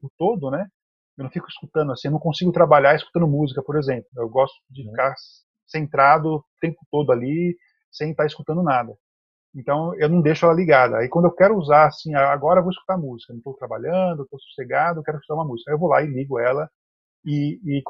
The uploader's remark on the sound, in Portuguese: apresentamos o áudio do Webinar